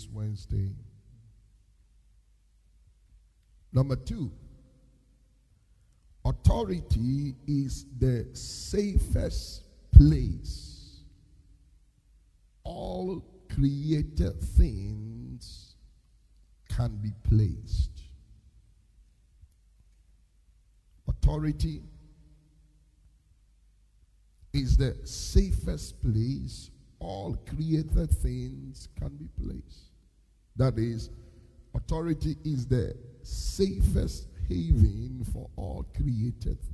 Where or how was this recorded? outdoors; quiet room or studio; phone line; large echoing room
large echoing room